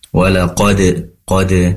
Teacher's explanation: Izin kami koreksi ketika membaca walaqad. Pastikan dal di sini dipantulkan karena dal memiliki sifat qalqalah yang harus dipantulkan ya.